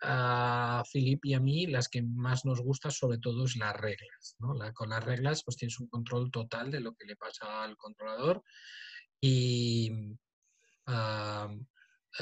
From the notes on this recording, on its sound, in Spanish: Audio del webinar. Audio del webinar sobre el controlador domótico eedomus.